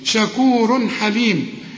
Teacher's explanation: الحاء من حروف الإظهار ما تغنش